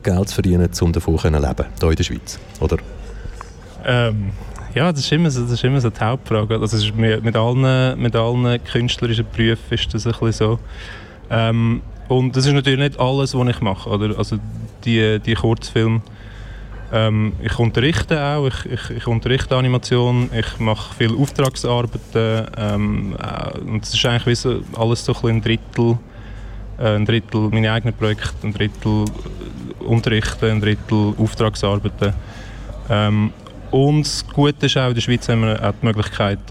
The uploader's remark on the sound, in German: Fantoche 2022. Kanal K berichtete während der 20. Festivalausgabe live aus dem Merkerareal in Baden.